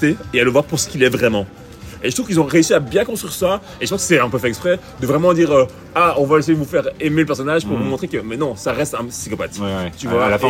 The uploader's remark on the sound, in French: Episode du printemps enregistré dans la fameuse rue du marché au charbon a Bruxelles.